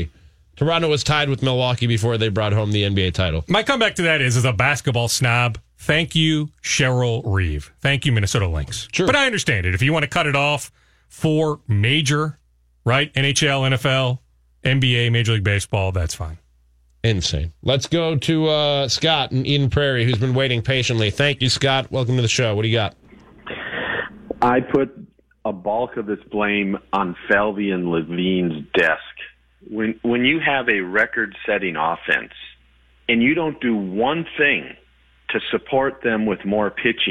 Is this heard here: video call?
no